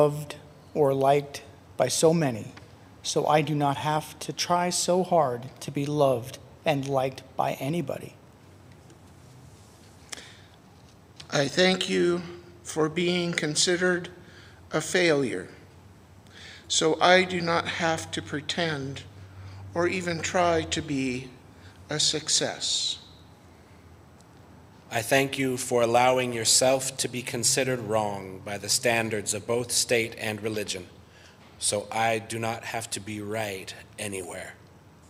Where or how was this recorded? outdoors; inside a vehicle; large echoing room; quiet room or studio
large echoing room